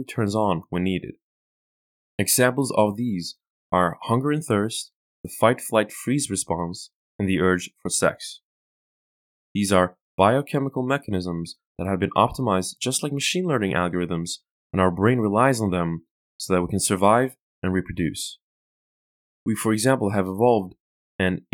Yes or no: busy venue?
no